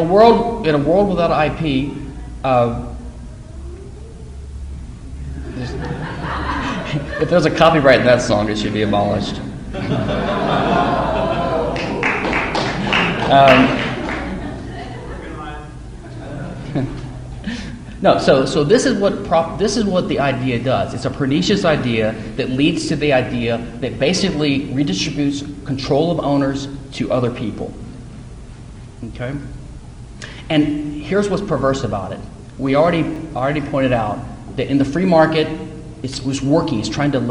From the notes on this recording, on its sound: At the 2010 Students for Liberty Texas Regional Conference, University of Texas, Austin. At the 2010 Students for Liberty Texas Regional Conference, University of Texas, Austin.